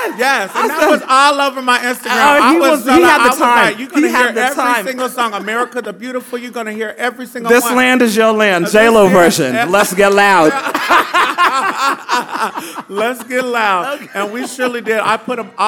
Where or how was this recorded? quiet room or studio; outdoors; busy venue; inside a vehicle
busy venue